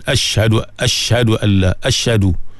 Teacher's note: jadi ha tu hilang, sebab dia makhraj dia dalam sekali kan, pangkal halkum ha dengan hamzah tu